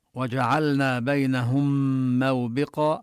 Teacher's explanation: اللام بجعلنا نبينها واضحة حتى يعني لا تبدو كأنها مدغمة بالنون. بينهم موبقا، نبين ضم الهاء وندغم الميم في الميم ونشدد الميم، لما أضغمت الميم بالميم صار عندنا ميم مشددة.